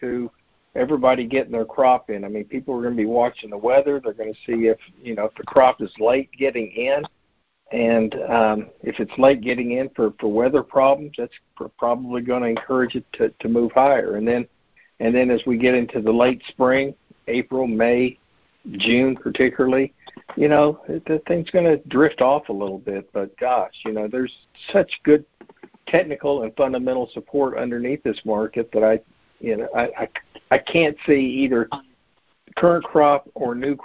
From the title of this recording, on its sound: Monthly Conference Call